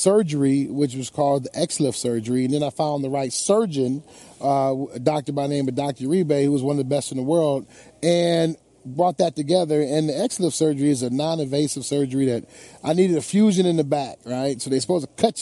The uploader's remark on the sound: Live from radio row, welcome to Super Bowl week!